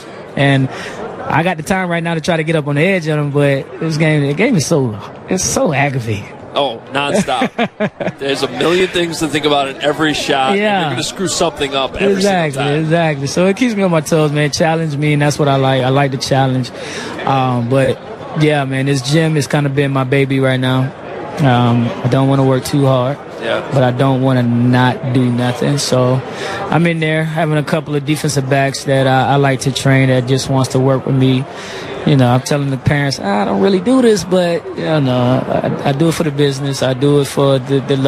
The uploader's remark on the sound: Live From Radio Row